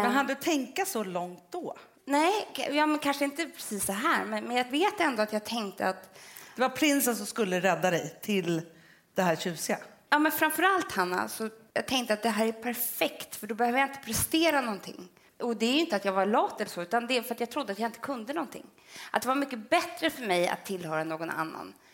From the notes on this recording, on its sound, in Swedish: inspelning inför 600 personer på Rival